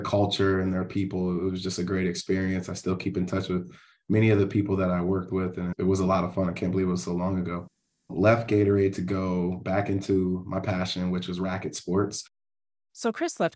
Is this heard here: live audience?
no